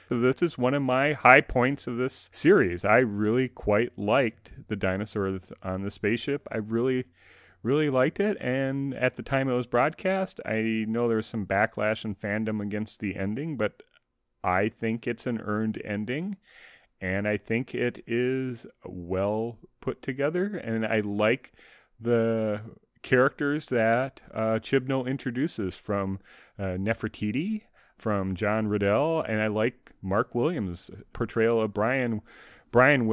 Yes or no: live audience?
no